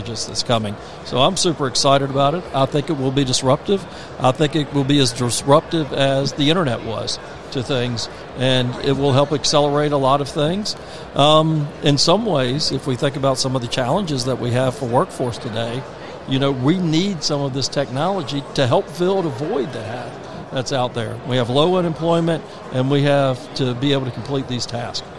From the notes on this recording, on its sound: Broadcasting live from the Georgia World Congress Center for Georgia Technology Summit